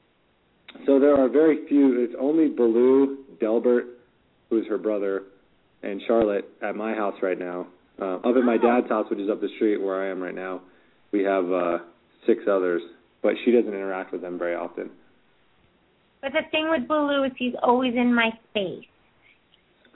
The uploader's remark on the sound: Open up the lines for listeners to call.